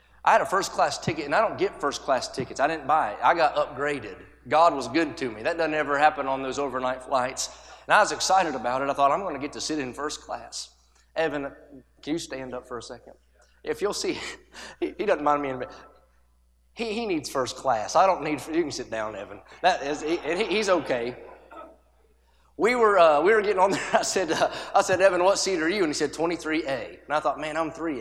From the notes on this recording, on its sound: A sermon preached Wednesday Evening during our Spring Jubilee, on March 29, 2023.